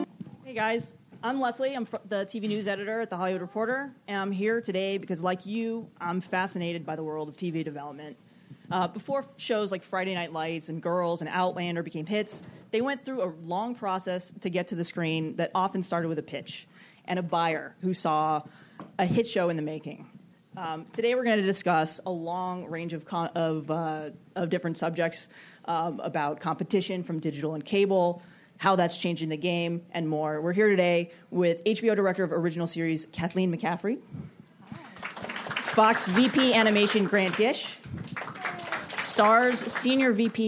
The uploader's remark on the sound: “The Buyers” panel from ATX Television Festival. Recorded Friday, June 5, 2015 at ATX.